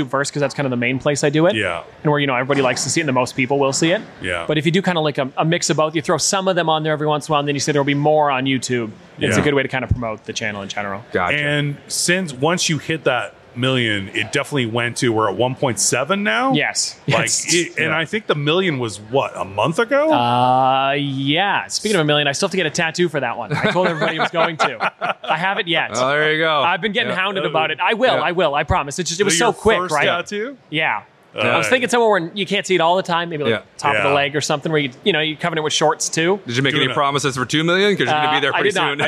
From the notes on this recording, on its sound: We were LIVE at Niagara Falls Comic-Con